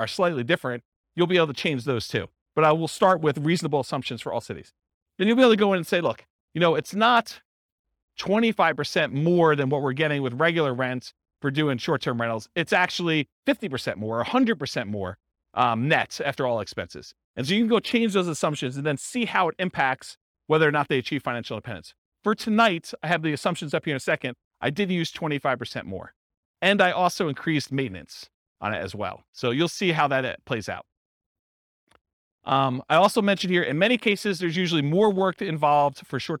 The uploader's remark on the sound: This was a live class recorded.